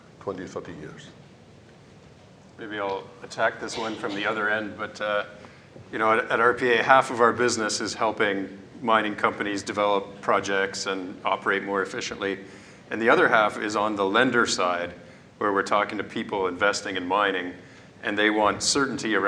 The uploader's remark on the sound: This episode features a round-table discussion on mine automation recorded live at The Northern Miner's Progressive Mine Forum held at the MaRS Discovery District in Toronto in October 2018.